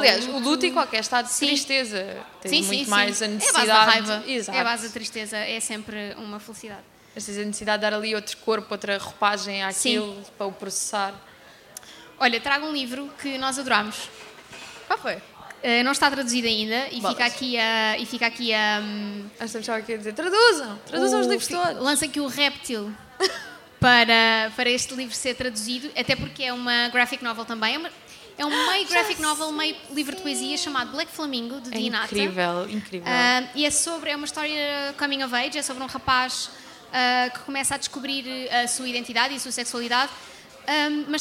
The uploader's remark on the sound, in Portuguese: Livra-te ao vivo na Comic Con